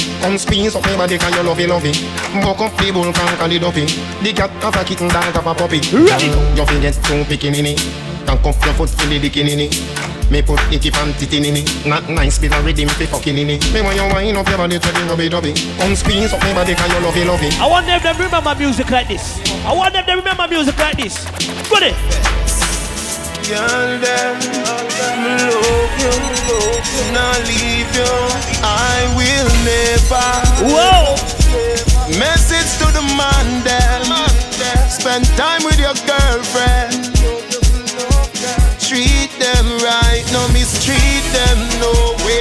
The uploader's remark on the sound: BRRRP BBQ 2023 LIVE AUDIO